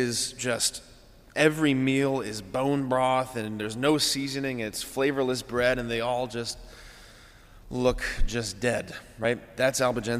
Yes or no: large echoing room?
yes